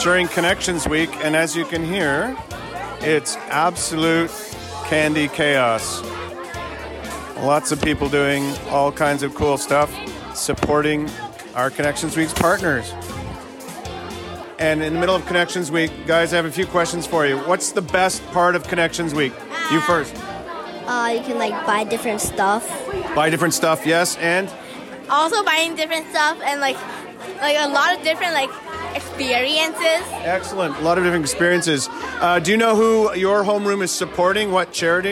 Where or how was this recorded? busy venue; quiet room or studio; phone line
busy venue